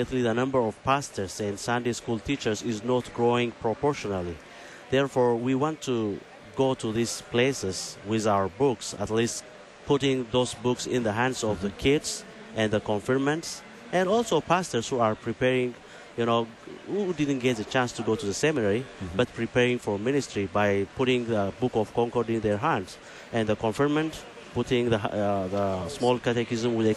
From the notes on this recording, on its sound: Live from the LCMS National Youth Gathering